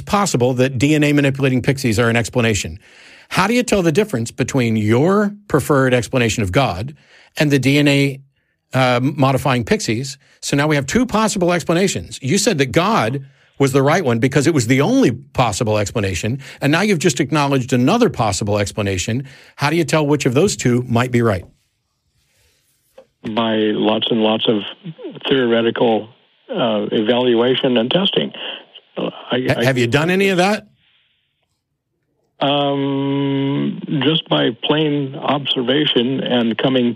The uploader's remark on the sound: The Atheist Experience is a weekly Internet television show based in Austin, Texas geared at a non-atheist audience. Every week we field live calls from atheists and believers alike, and you never know what you're going to get!